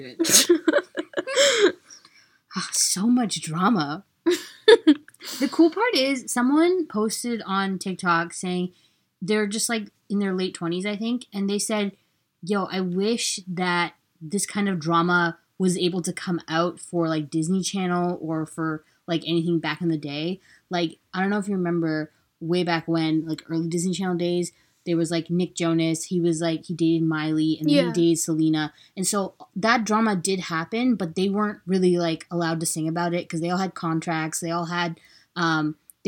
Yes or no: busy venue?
no